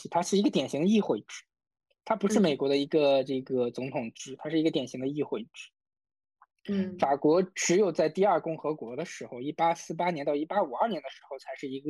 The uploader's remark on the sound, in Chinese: 由于疫情的原因，本期节目采取了远程录音的形式。我们对以此带来音频质量有所下降的问题感到抱歉，谢谢你的谅解。